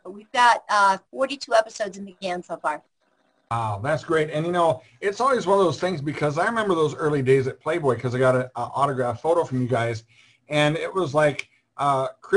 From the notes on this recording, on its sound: I know you will enjoy this Zoom Show.